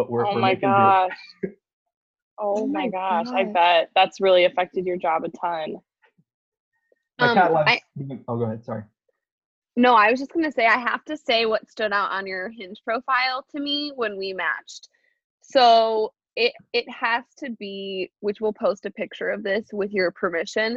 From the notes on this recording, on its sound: The girls finally figure out technology and have their first ever zoom date.